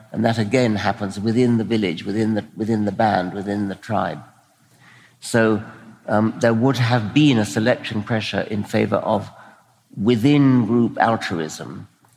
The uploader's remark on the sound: was recorded for the Making Sense podcast at the Orpheum Theatre in Vancouver on November 2, 2017.